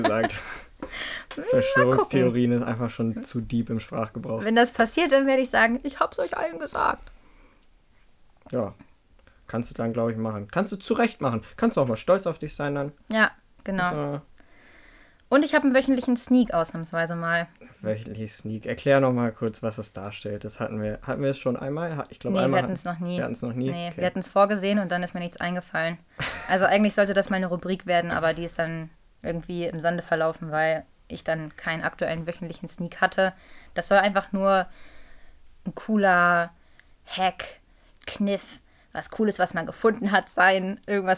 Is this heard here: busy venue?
no